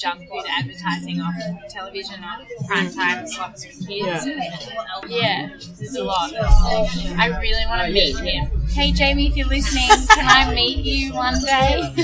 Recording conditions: busy venue